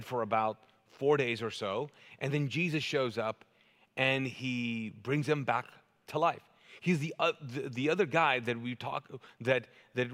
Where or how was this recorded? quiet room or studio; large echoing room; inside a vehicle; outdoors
large echoing room